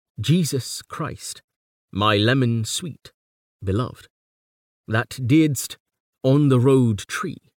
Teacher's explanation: can hear a virtually regular stress syllable tetrameter